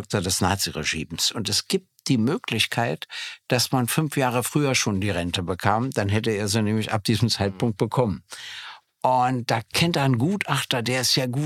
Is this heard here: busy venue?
no